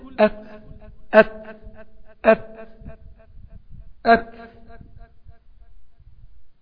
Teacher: نفس الكلام في التاء، ما تقول أت أت أت أت وتحط ايدك، لازم النفس بتاع التاء، لازم نفس يطلع مع التاء لازم، وهي دي صفة الهمس اللي في التاء